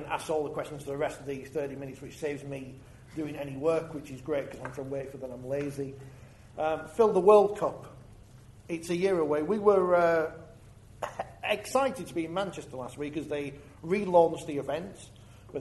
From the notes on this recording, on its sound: LIVE in Featherstone. We were LIVE at the Featherstone Community Centre.